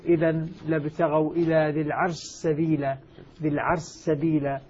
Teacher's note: الشين أيضا من الحروف التي أيضا لها حالتها في الإدغام، تدغم في السين · Term: سين خالصة مشددة